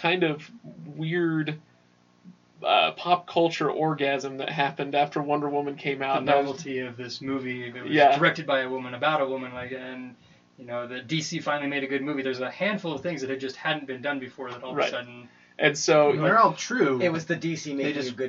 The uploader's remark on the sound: Poor audio. Sorry about the ramshackle state of our audio quality! The guys didn't have their regular setup.